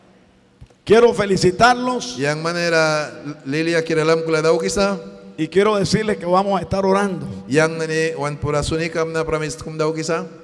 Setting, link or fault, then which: setting, large echoing room